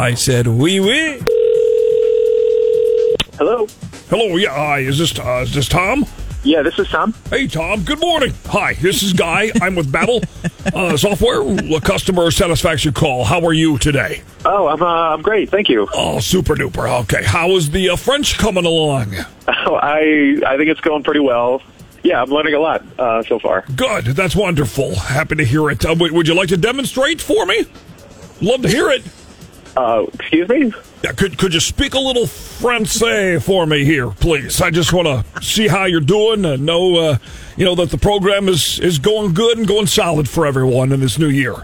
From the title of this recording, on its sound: Friday Phone Jacks Prank Call